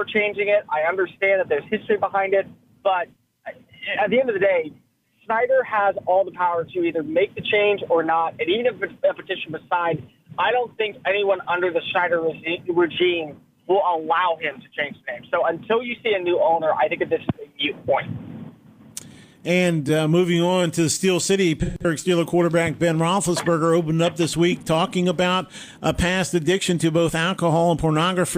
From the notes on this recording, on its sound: We also take listeners phones calls including one from Tampa, Florida. We take listener calls.